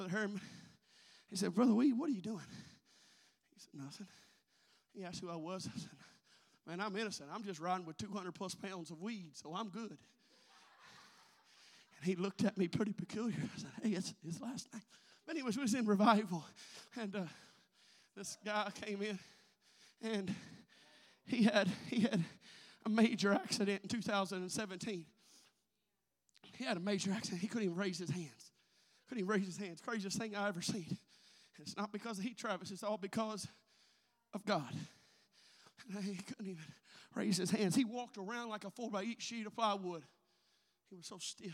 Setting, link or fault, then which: setting, large echoing room